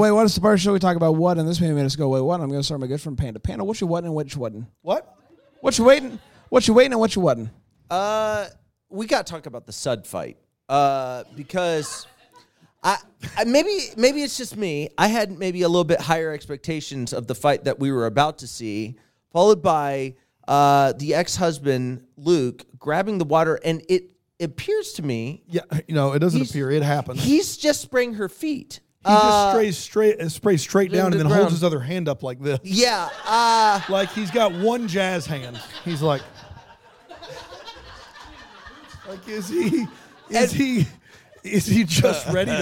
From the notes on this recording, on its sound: LIVE FROM BRAMBLE FEST